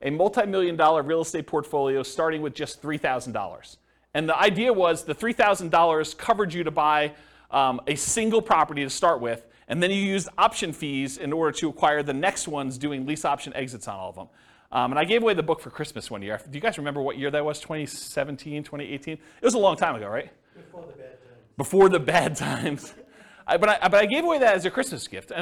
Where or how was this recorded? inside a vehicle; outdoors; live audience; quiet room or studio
live audience